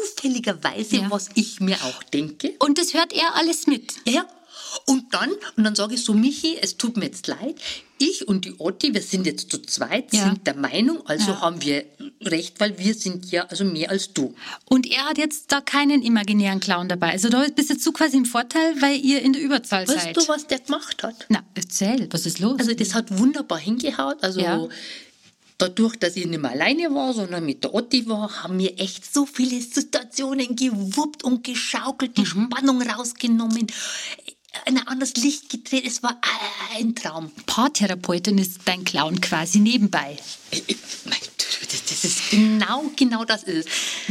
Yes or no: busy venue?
no